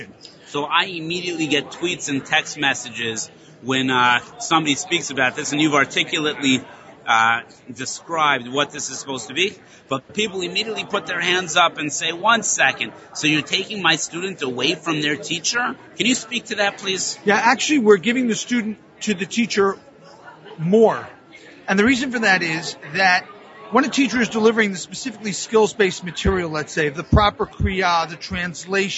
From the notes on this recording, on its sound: Live from the Innovation in Jewish Education Conference.